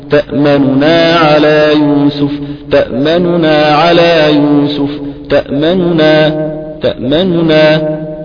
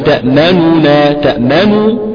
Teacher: ده اسمه اختلاس ليس ضما كاملا · Shown in: first take